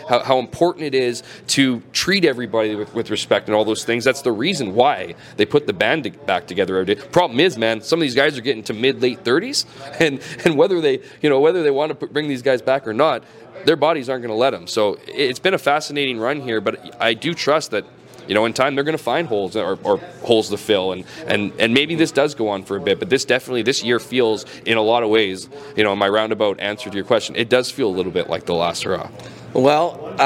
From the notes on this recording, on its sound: LIVE at the 110th Grey Cup in Hamilton